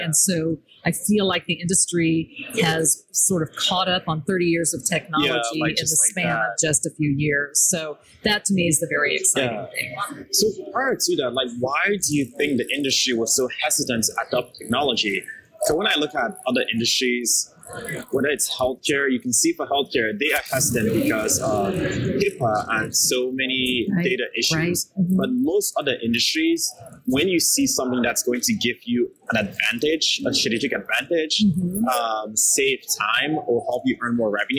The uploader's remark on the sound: LIVE AT NAA.